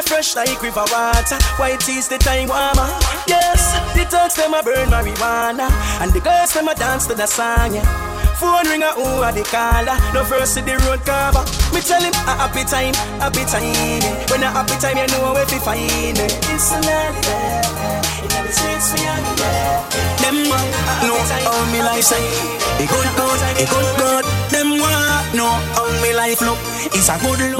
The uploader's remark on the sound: LIVE AT ISLAND SATURDAYS - DEC 12, 2K15.